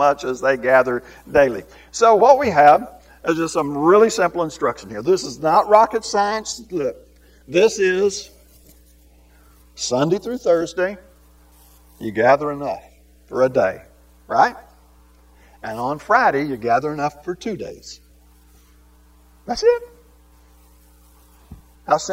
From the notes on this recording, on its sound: This lesson was recorded live and uploaded as a podcast unedited.